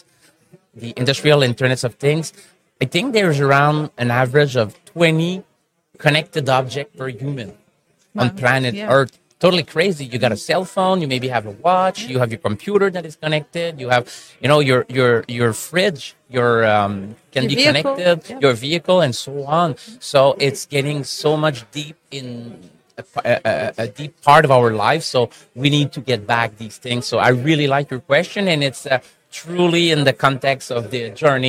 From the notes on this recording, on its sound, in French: En direct du Hardtech à Toronto